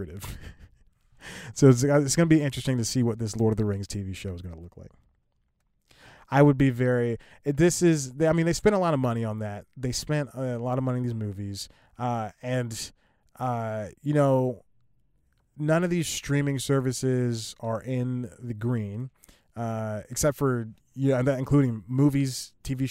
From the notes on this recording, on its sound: recording in the car